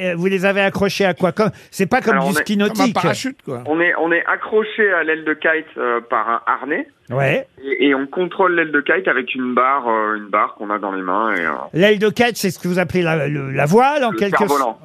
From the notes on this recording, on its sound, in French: LE COUP DE FIL DE L'ACTU. Les Grosses Têtes ont eu au téléphone.